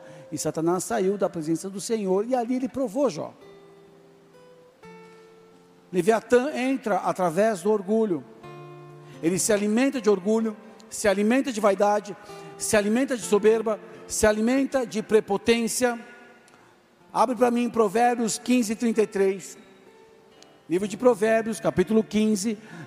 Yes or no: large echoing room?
yes